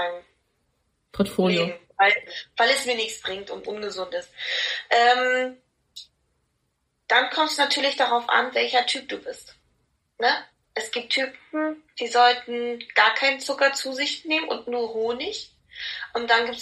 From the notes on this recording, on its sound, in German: der erste Zoom Call der zum Podcast wird.